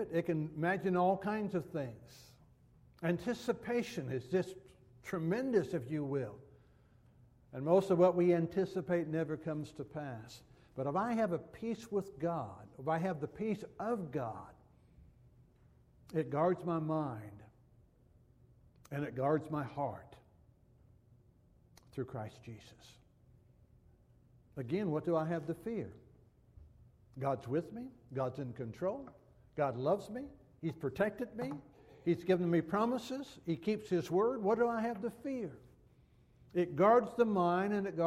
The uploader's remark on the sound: Downtown Church Of Christ Audio Sermon